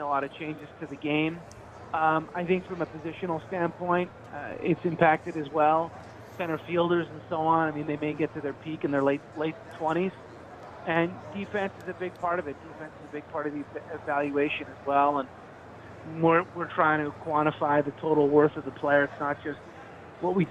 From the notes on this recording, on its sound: Live from Radio Row at Super Bowl LIII on Wharton Moneyball.